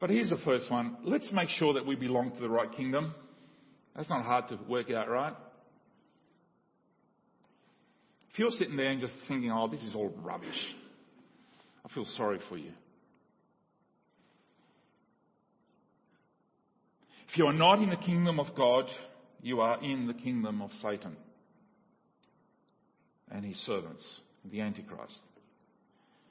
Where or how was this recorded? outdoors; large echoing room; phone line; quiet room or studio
large echoing room